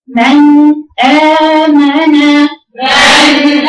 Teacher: ادي المسافة يا بنتي بين النون وبين الهمزة · Term: الإزهار